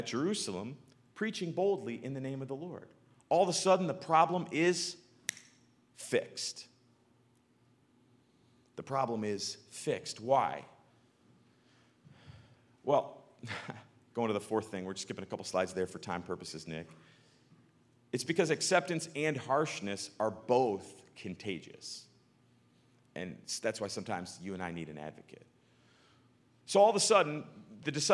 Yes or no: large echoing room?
yes